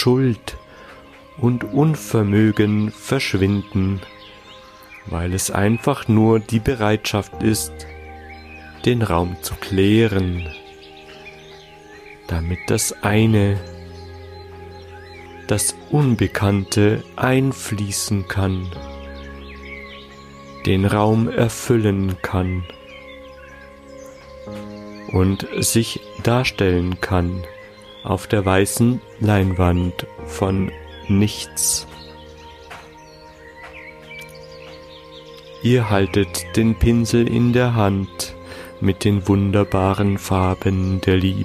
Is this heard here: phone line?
no